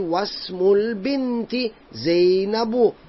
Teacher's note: we don't pronounce the hamza.